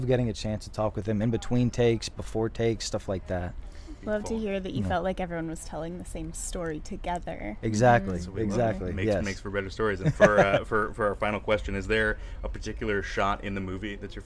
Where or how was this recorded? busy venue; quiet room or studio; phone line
busy venue